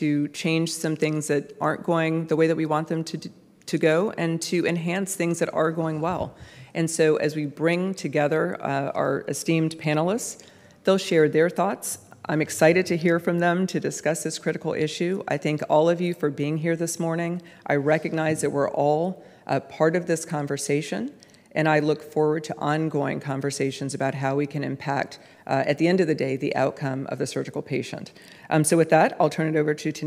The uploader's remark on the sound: This episode features the audio from a press conference that the ACS held in Washington, DC